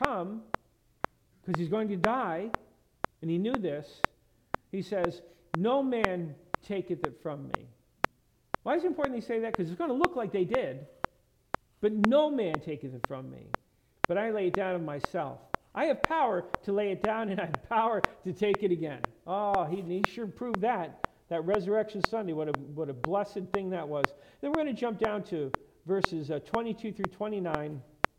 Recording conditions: large echoing room